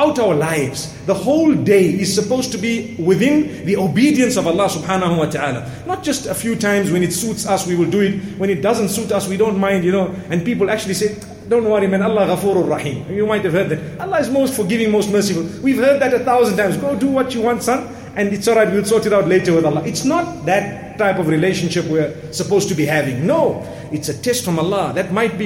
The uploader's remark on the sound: Jumuah Lecture from masjid Al Falaah Harare, Zimbabwe.